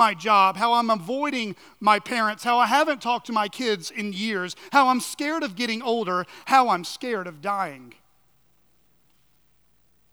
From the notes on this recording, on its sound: at Chaffee Crossing Baptist Church in Barling, AR